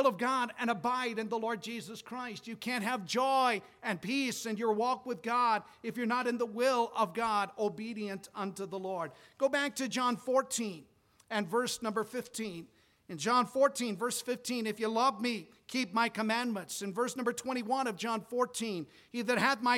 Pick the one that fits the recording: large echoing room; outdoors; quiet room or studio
large echoing room